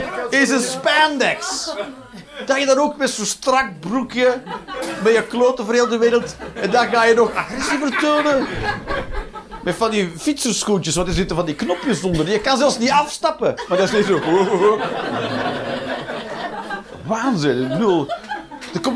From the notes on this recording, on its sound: Live 19 April 2023, The Joker, Antwerpen